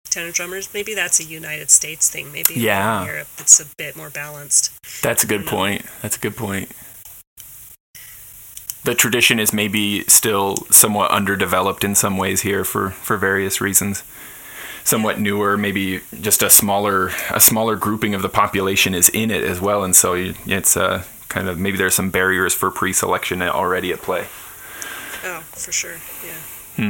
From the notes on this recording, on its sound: I apologize that due to my own technical difficulties the sound quality isn't pristine in this episode.